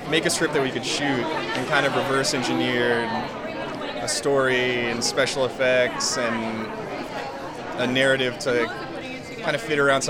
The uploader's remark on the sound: Red carpet interviews taped at Tribeca Film Festival